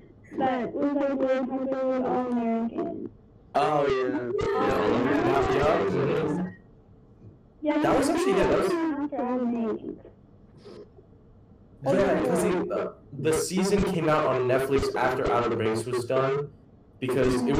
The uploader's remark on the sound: We apologize for the inconvenience of the episodes sound quality